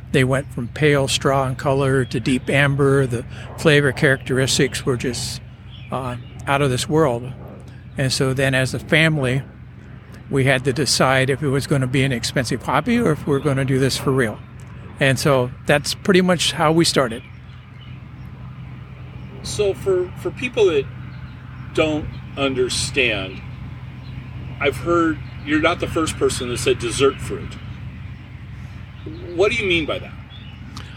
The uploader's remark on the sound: We are sitting outside the Snowdrift tasting room during our conversation. You will hear the sounds from a working orchard throughout the episode.